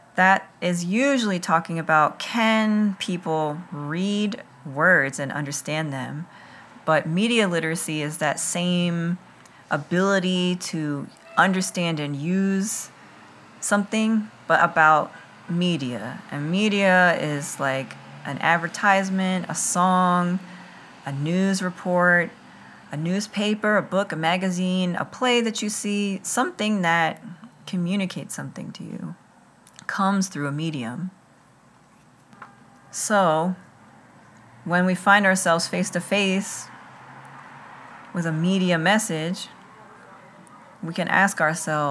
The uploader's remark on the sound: includes the ambient background sounds of summer in Philadelphia